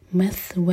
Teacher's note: یہ ث ہماری زبان اوپر والے دانتوں کو ٹچ کرنی چاہیے اور تھوڑی سیٹی باہر ہوگی